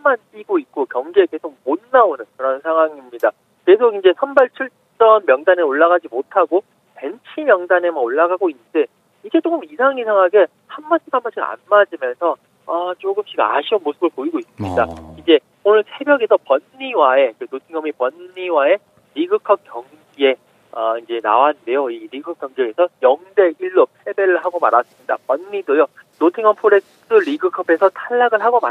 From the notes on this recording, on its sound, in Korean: 전화연결.